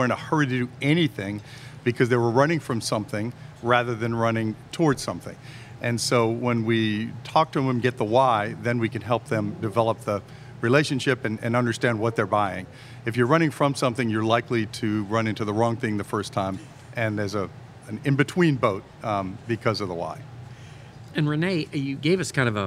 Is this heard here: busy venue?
yes